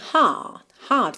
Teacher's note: … era um cantor britânico, logo, não tem o costume de enrolar os R's, né, na porta com a perna esquerda, logo não canta heart e sim heart, heart, faz aquele prolongamento da vogal anterior, ok?